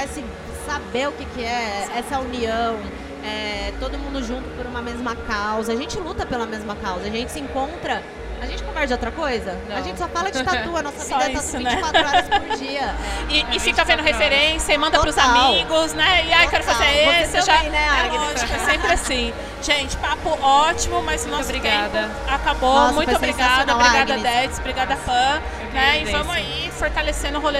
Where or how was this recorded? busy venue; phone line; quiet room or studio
busy venue